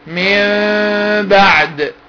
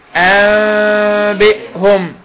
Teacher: أقلب النون ميم مع الغنة، مع إخفائها مع الغنة · Term: الإقلاب